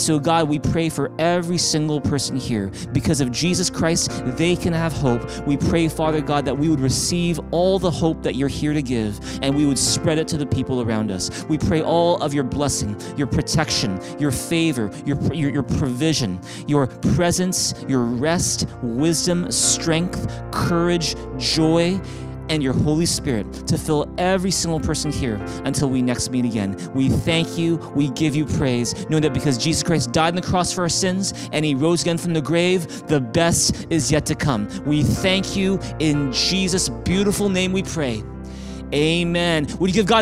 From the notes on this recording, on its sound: Streamed on January 10, 2021 at THRIVE Church Vancouver, Canada. Church Online is a community based in Greater Vancouver Area.